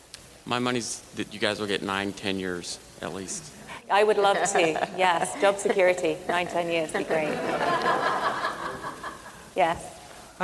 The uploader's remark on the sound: a talk from earlier this year from the South by Southwest Music Festival